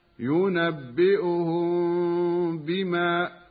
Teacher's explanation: ميم ساكنة بعدها باء، إخفاء شفوي مع بقاء الغنة بمقدار حركتين